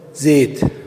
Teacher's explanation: زيت الزاي ليست مفتوحة فتحا خالصا وليست مكسورة، وإنما أمالوا الفتحة إلى الكسرة، فهذا الذي يسمى ب الإمالة.